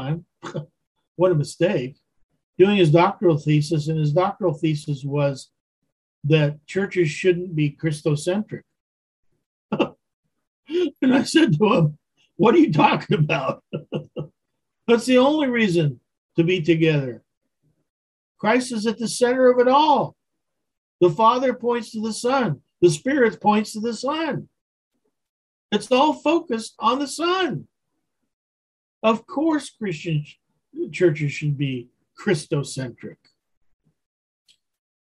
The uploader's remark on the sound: Wednesday Zoom study